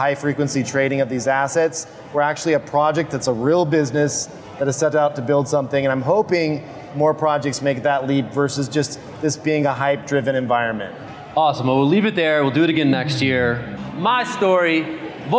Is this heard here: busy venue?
yes